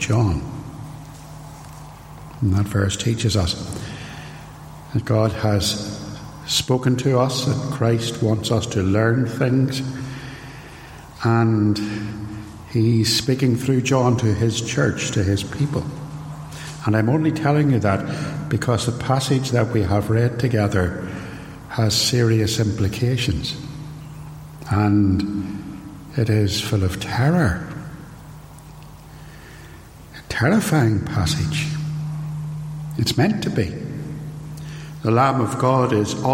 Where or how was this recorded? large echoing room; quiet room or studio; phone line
large echoing room